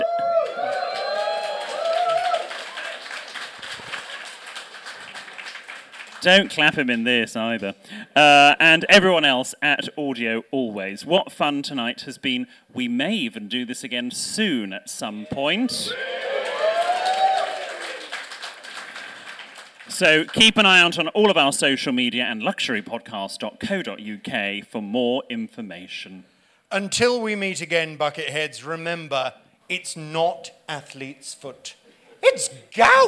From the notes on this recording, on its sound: Recorded live in London in November 2023. There's a spurious attempt at a Hyacinth impression from an audience member.